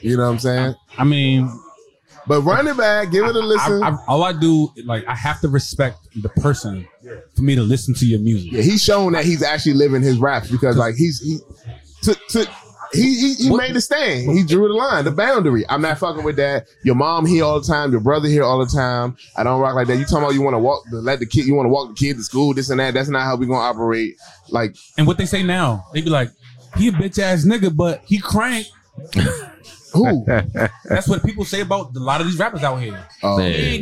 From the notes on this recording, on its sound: We're coming to you live from the vibrant Oasiz Bar and Grill in Hyattsville, MD! Live on location Oasiz Bar & Grill.